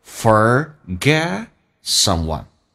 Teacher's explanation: forget 的 t 去掉